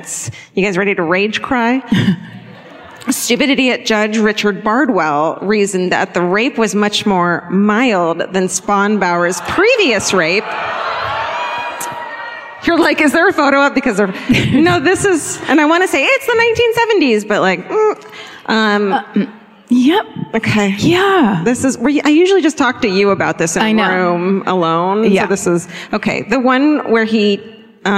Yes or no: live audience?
yes